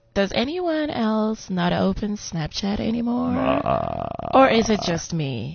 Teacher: You got to do it with vocal fry.